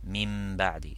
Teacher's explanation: It's all the same meaning linguistically, but technically the meaning of Qalb, it means that to substitute the Nun Sakina or Tanween with a Mim whenever it is followed by the letter ba. So for example, if you write in language min ba'di, mim nun, then space ba'di, then that nun sakina becomes like mim ba'di. · Term: Al-Qalb